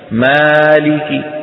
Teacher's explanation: كاف مكسورة كسرتها إيه خافتة · Term: الروم